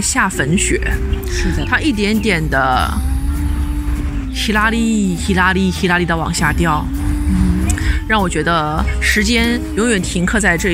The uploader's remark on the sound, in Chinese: 来到杭州展开了一场为期一天半的“访友之旅”，也是主播们第一次尝试边走边录，在万物有灵皆美的大自然中，与花鸟鱼虫一同放声。去到开在春光明媚小区里的蕙心小吃店、CIRCLE咖啡店、五柳巷和胡雪岩故居。于民宿大堂早餐时间的录制。